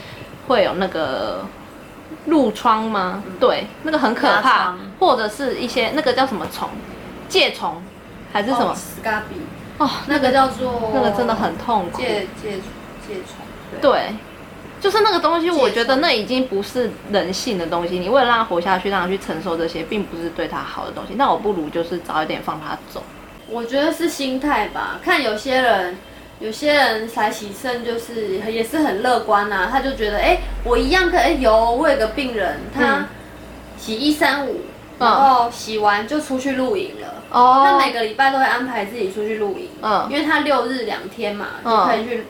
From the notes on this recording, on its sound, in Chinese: 這集是在朋友家錄音，因住大馬路旁所以會有一些環境音，。加上朋友家養魚所以會有水聲，請見諒。